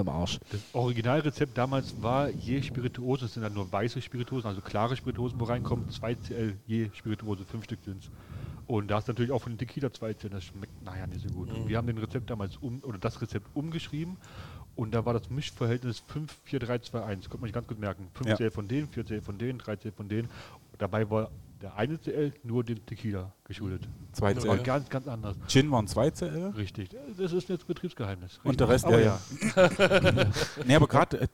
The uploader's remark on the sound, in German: Gemütlich im Ferdinands. Obwohl schon nach Feierabend gabs noch ein paar leckere Desserts für uns, bevor wir mal wieder mit neuer Technik unsere Aufnahme gestartet haben!